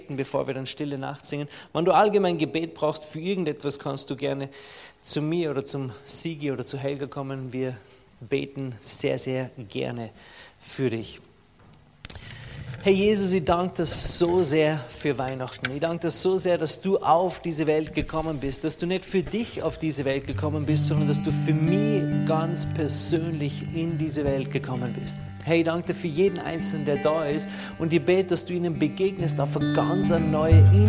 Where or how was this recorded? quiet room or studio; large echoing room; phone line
large echoing room